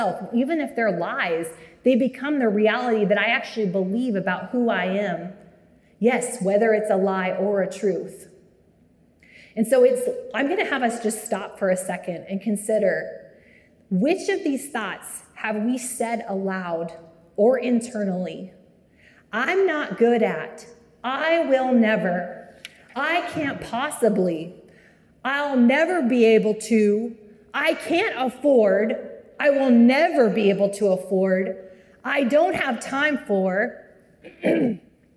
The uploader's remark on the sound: Live from the annual Wichita Teacher's Prayer Breakfast (Jan 21, 2023)